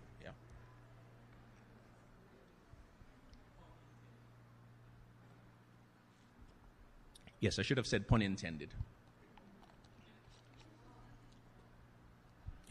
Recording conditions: large echoing room